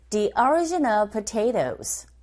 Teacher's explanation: Origin, origin 앞부분에 광세를 주면 되고 potatoes, potato가 아니라 potatoes, potato 뒤에 나오는 t 사운드가 강모음과 양모음 사이에 자리 잡고 있어서 flap 현상에 의해서 t 사운드는 r 소리에 가깝게 발음이 들리고 그렇게 발음하시면 됩니다